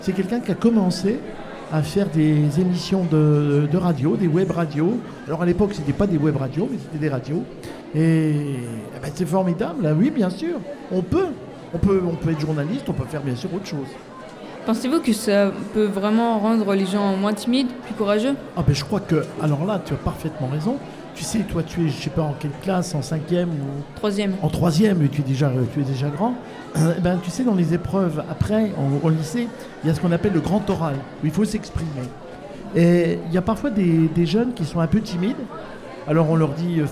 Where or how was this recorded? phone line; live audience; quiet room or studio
live audience